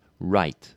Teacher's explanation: The R, initial R, is going to be quite rounded, so lots of lip rounding on that.